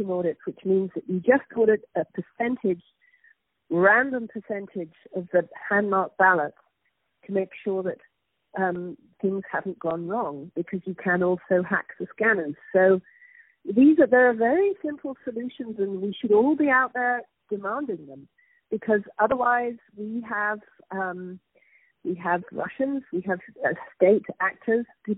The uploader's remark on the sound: On the phone